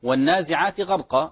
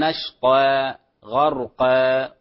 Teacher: القاف مفخمة تفخم الألف · Shown in: first take · لا نقول نشطا غرقا كأنها إمالة، فكلمة غرقا ونشطا تفخم الألف، لكن سبحا قبلها مرقق، سبقا مفخمة، وهكذا، فانتبهوا لهذا الأمر وسهل بإذن الله عز وجل.